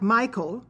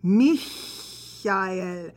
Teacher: It looks like Michael, but it's pronounced in German, Michael, with that hissing sound · Shown in: second take